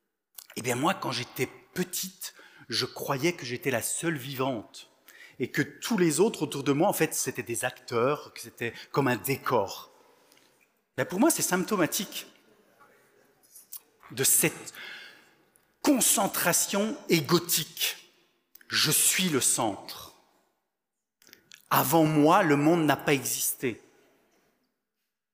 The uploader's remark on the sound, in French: Enregistré à l'église CVV, le 20/11/2022